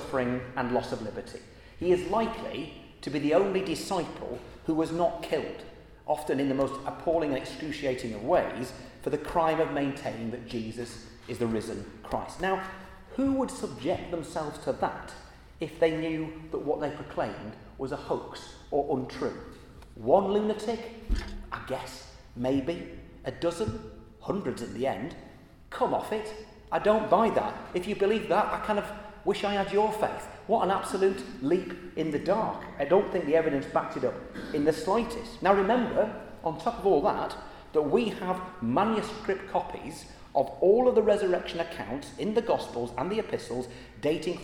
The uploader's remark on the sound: At the Christians in Parliament Easter Celebration Service on Tuesday 18th April 2023 in the Chapel of St Mary Undercroft.